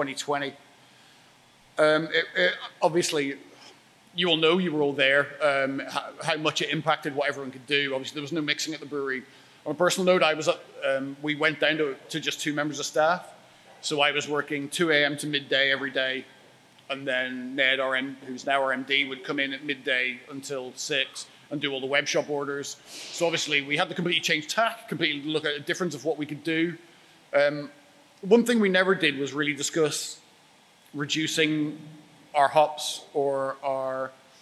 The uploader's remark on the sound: A talk he expertly delivered at our Brewers Lectures in Springwell, Leeds.